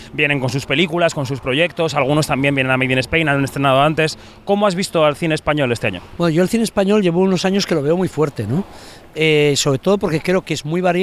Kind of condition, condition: setting, busy venue